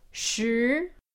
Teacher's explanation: that's a second tone, so it's a rising tone